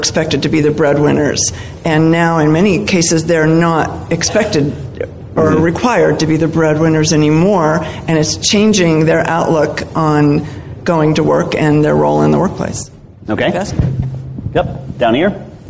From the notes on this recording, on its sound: Were at Sage Summit 2017 in Atlanta and recorded an episode (or two) featuring a great panel discussion.